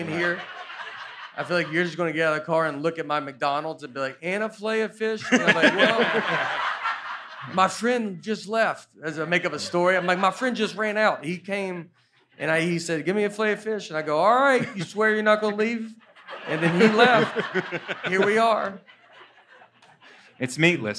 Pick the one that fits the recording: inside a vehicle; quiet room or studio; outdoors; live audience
live audience